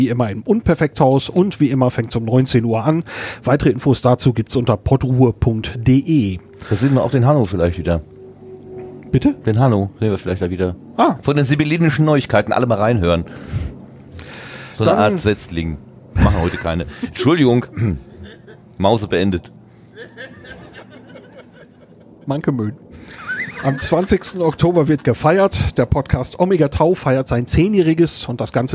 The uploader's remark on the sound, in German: Podstock 2018 - vor Ort